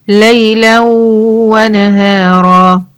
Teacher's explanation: ليلا ونهارا، طب ما هي ليلا برضو فيها مادة عوض، ولكن أنا وصلتها بكلمة و ونهارا، فخلاص بقى استخدمت هنا أحكام النون الساكنة والتنوين، بقى هنا عندي إدغام ناقص بغنة، لكن نهارا عشان وقفت عندها هعمل لها مادة عوض، أقول ليلا ونهارا.